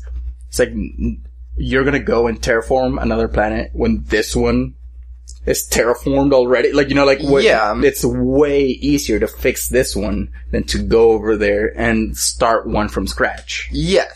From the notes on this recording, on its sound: Sorry about the slight hum in the audio